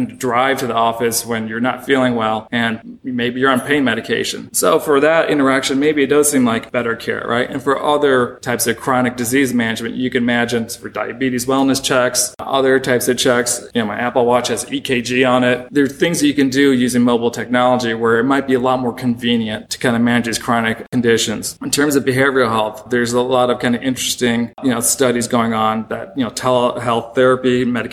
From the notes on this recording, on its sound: This episode was recorded at the annual meeting of the Southeastern Association of Law Schools during a panel reviewing the year in healthcare financing.